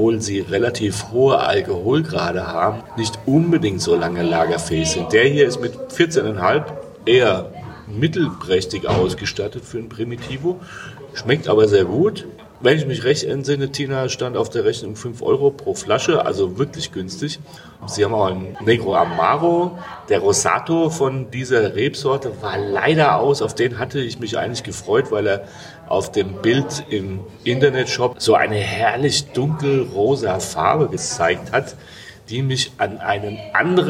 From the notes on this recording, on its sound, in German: Die kleine Gemeinde im Innenland des südlichen Salento. Wir berichten live aus einem Restaurant.